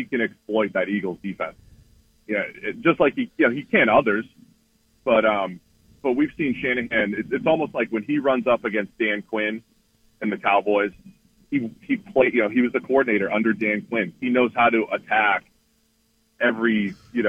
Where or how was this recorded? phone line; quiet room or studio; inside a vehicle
phone line